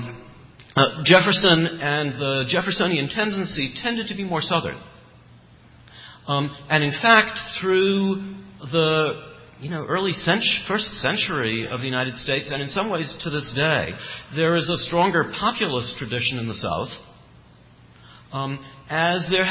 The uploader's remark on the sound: The Federalist Society presented this panel during the Second Annual Western Conference at The Ronald Reagan Presidential Library in Simi Valley, California.